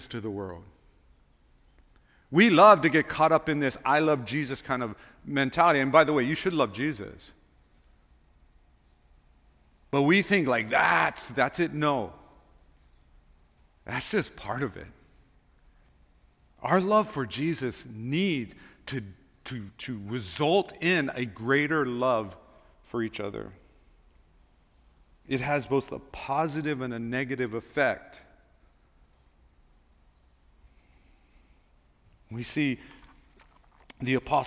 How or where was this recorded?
large echoing room